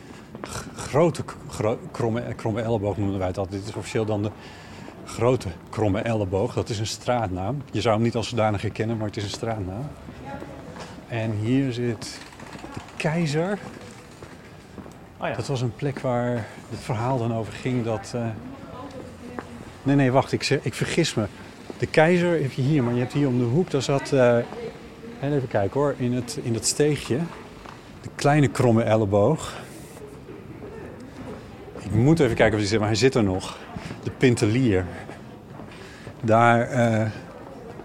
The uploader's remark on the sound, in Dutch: De Eeuw is een trouwe gast op het Podcastfestival, al vanaf het prille begin. Naar Groningen, om daar een wandelaflevering te maken.